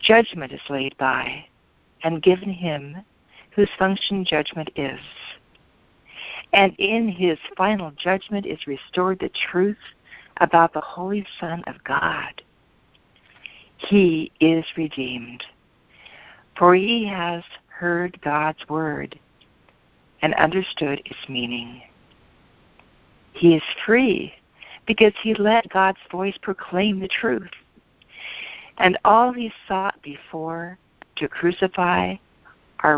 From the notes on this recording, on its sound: ACIM Daily Conference Call